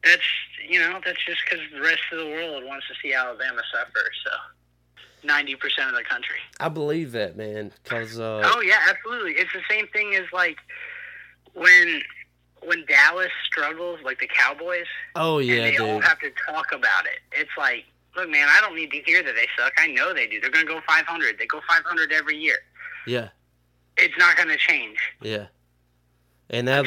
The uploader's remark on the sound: burnt the phone lines to Chicago